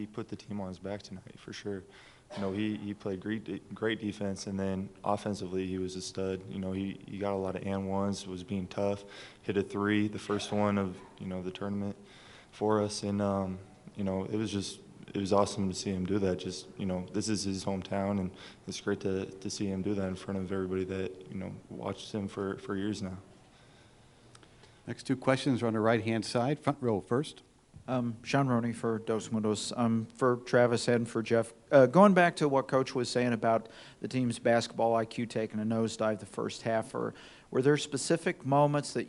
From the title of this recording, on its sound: Press Conferences & Post-Game Interviews